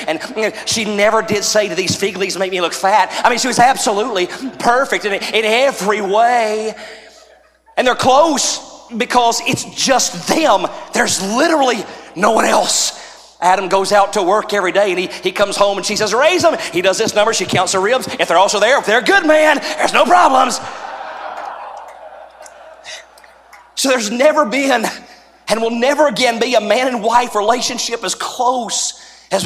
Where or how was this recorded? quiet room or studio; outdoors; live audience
live audience